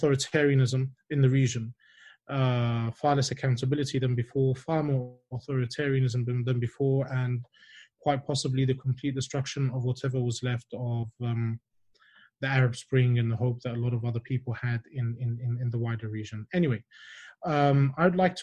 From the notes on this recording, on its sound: The recorded live webinar from 11 June